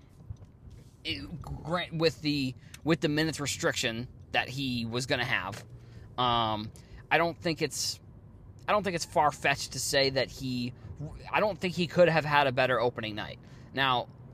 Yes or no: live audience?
no